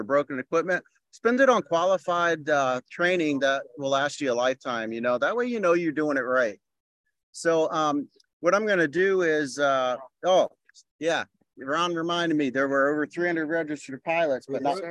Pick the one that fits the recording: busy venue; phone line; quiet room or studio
busy venue